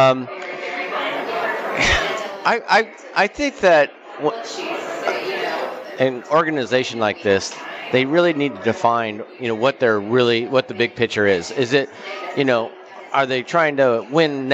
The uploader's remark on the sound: Live from the Suoer Book at Westgate Las Vegas